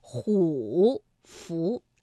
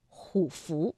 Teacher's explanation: 那么前字虎啊就不能再读214了，而要读21 · Shown in: second take · ，不读虎符，而是虎符。大家听出其中的区别了吗？再比如卧虎状，卧虎状，那因为卧是四声字，那虎呢在这里我们读21，卧虎状，而不是卧虎状。好了，那今天呢变调我们在正确答案是什么的环节当中先学到这里，稍后我们一起进入到今天的